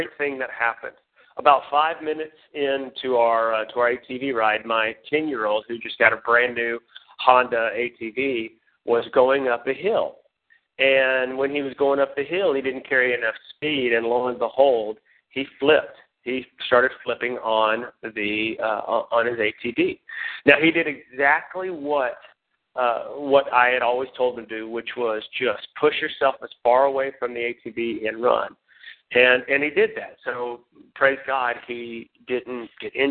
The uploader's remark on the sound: Team Elite Conference Call.